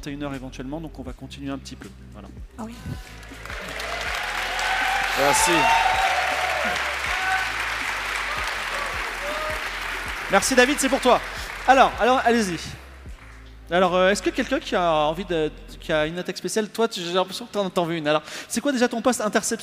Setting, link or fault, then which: setting, live audience